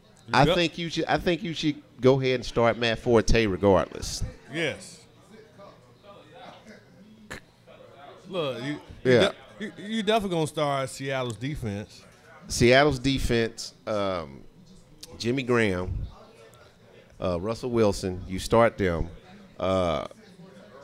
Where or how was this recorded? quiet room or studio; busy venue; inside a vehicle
busy venue